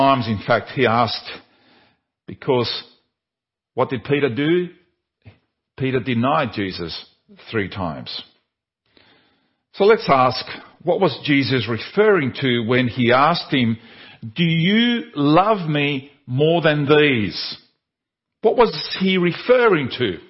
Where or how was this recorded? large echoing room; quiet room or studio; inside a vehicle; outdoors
large echoing room